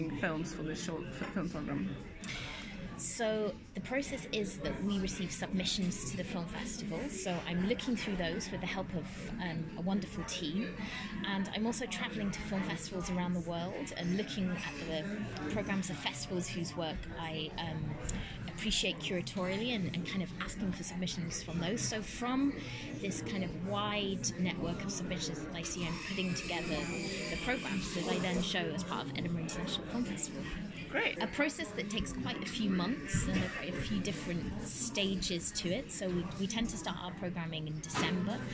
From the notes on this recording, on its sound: the launch of this year's Edinburgh International Film Festival at the Filmhouse on Lothian Road